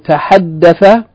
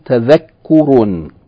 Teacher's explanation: the middle radical that's doubled with shadda, instead of that vowel being a fatha, it's going to be dhamma · Shown in: second take